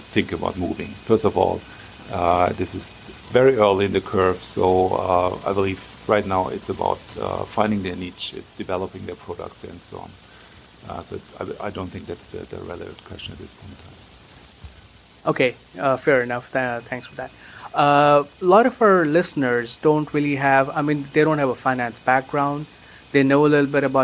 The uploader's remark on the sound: RegTech at TechQuartier. We did our best to improve the audio quality, but doing live interviews, sometimes on the go, results usually not in the highest audio quality.